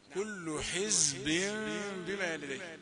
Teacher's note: مفيش سين، الصفير بتاعه يختلف عن صفير السين